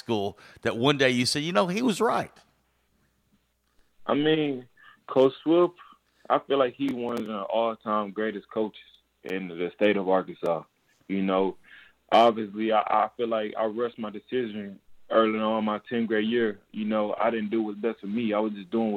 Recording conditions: phone line